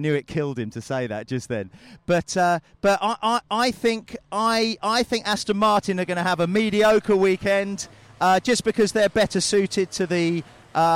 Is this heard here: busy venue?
yes